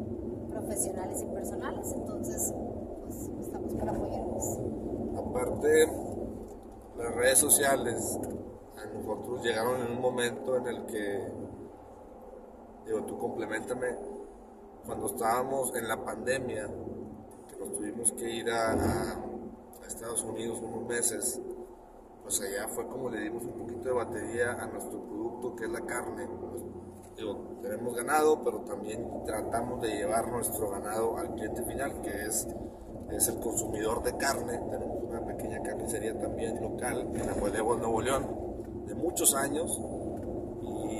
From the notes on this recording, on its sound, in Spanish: Un podcast que grabamos en carretera en un viaje familiar